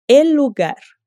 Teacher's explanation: A gente junta o som do L ao final de el e no começo de lugar.